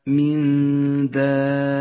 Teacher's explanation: حرف المد وهو الألف جاء بعده حرف مشدد في كلمة يسمى المد اللازم الكلمي المثقل لأنه بسبب الشدة.